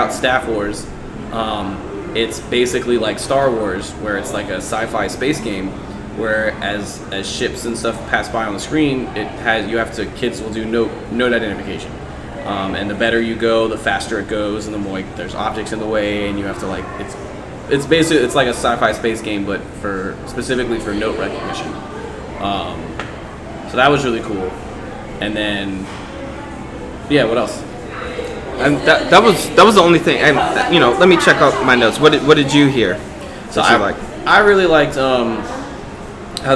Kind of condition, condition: setting, busy venue